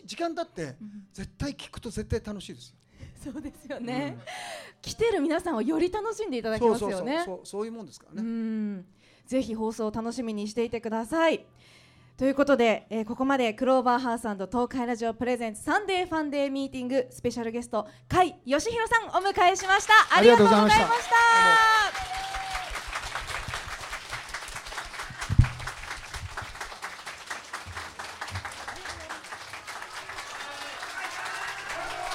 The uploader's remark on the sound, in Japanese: 公開収録が行われ。TOKAI RADIO「SUNDAY FUNDAY!」内で放送された。